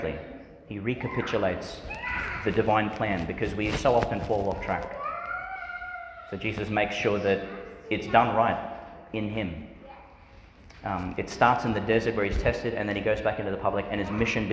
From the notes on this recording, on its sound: Homily for Ascension Sunday, delivered in St Peter Chanel Church, Tannum Sands, Qld.